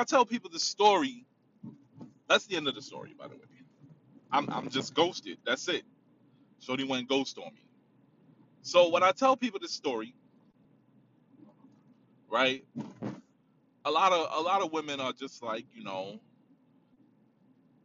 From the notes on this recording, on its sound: In the car. Driving.